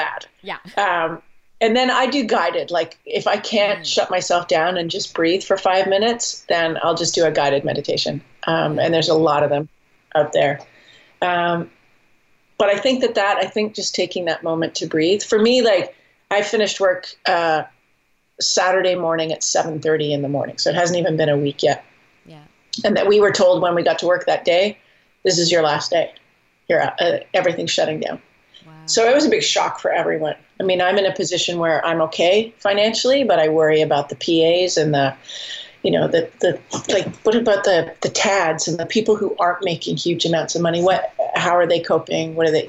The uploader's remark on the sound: The Skype Sessions.